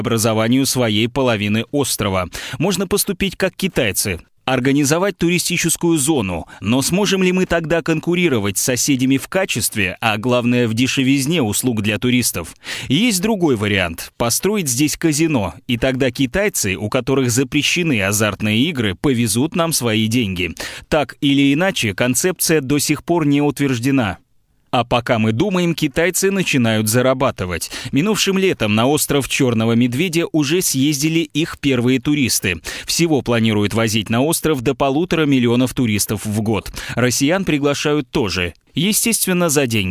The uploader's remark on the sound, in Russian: (по телефону)